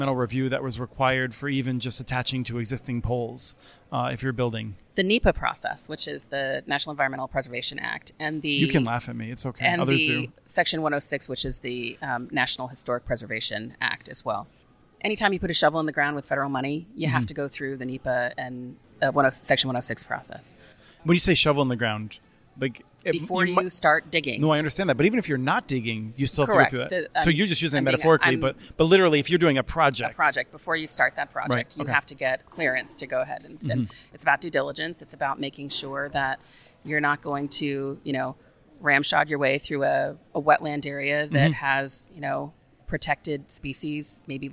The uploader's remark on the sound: This week’s podcast comes from the Fiber Connect 2022 conference held in Nashville, Tennessee last month